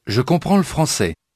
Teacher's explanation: Did you notice what happened to the le of le français? It was tacked on to the word before it.